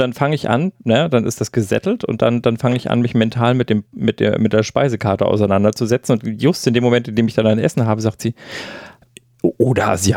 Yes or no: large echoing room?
no